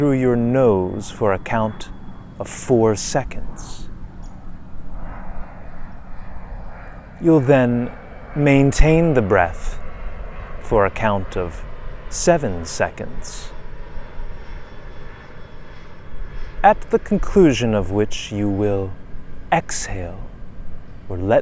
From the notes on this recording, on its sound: This episode, which was completely unscripted, was recorded while I was sitting on the beach. Sadly, I was a bit too far away from the shoreline to capture the calming music of the waves.